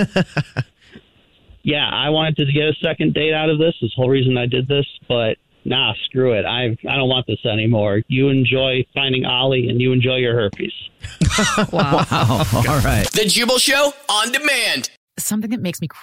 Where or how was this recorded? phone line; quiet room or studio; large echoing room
phone line